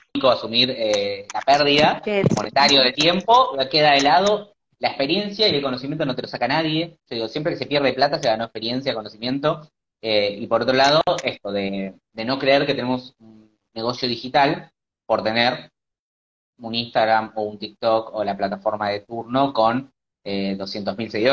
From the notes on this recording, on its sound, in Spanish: el último live que tuvimos en nuestra semana de Travel Business Boost en Instagram